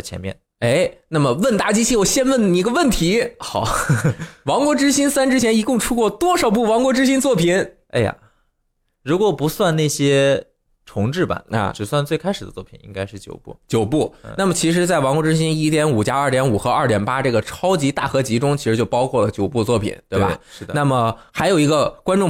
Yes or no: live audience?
no